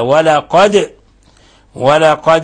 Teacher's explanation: الدال هنا جاءت ساكنة فلا بد من القلقلة، تقلقل، والقلقل قلنا هو الاضطراب اليسير